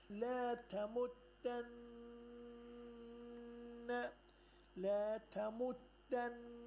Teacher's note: Nunu teşdit ba, onu gunneyi kamil ve okumalı. Yani nunu okuyan vaktinde üstünde böyle eğlenmeli.